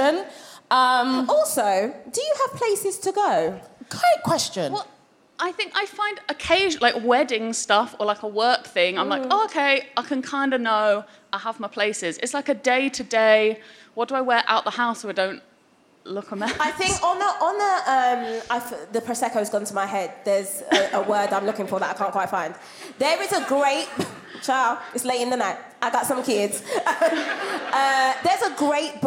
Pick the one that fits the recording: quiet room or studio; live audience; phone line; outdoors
live audience